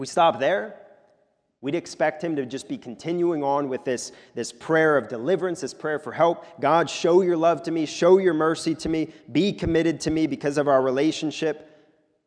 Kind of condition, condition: setting, large echoing room